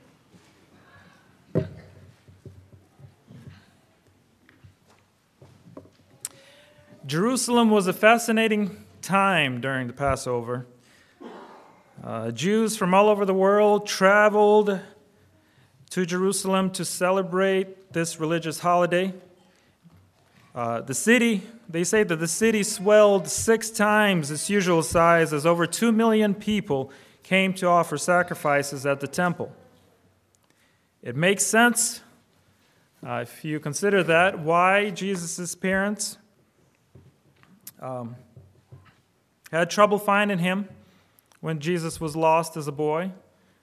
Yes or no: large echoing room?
yes